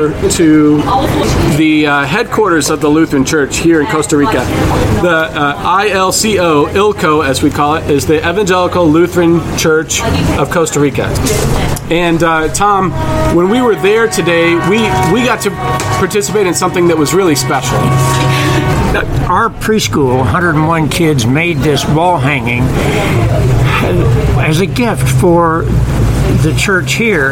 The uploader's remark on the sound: Live from Costa Rica! A live podcast on the streets of San Jose, Costa Rica.